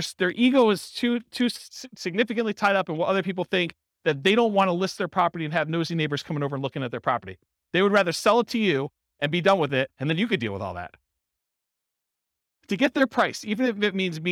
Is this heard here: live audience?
yes